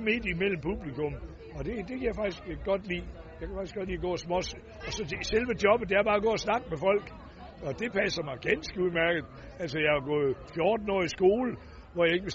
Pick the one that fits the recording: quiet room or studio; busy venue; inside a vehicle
busy venue